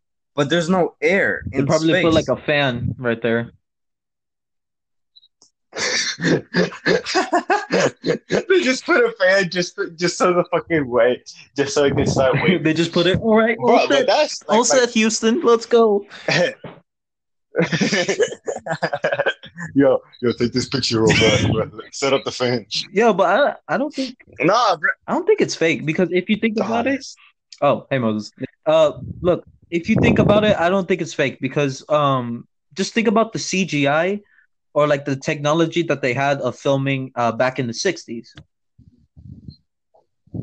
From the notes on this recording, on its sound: We had sum technical issues